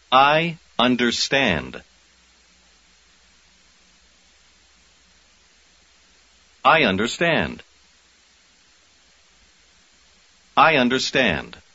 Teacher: эти два слова произносятся почти слитно